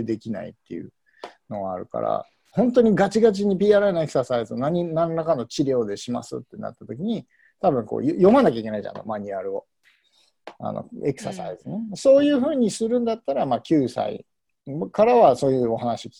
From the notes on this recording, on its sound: While staying at home. Q&A zoom session by PRI Japan Faculty.